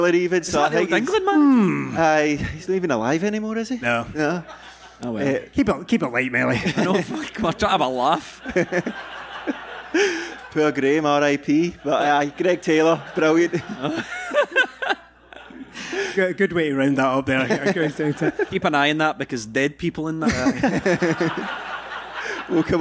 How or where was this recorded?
live audience